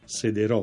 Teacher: la forma debole, cioè accentata sulla desinenza, sederò in questo caso, senza dittongo, sarebbe l'unica forma corretta, mentre le forme forti, cioè quelle accentate sulla radice, e con la sillaba che termina con la vocale, d'obbligo hanno il dittongo.